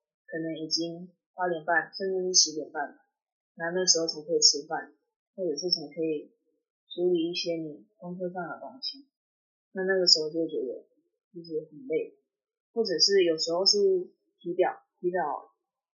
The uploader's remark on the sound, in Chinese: 本集因受收音影響，故雜音較多，敬請見諒。